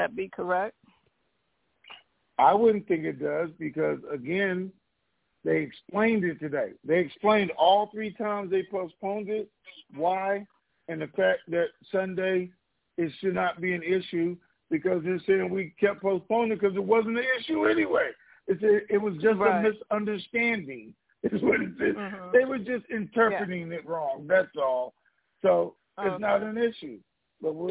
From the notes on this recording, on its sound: TNTSuperfantastic Conference Call